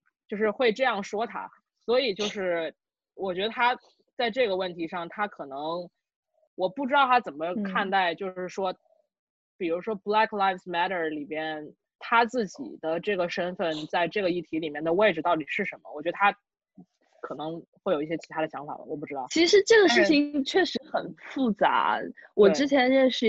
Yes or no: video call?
yes